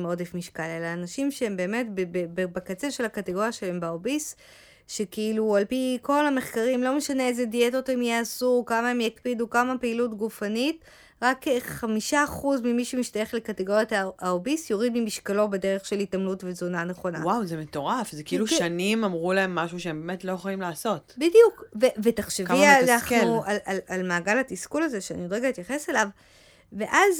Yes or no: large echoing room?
no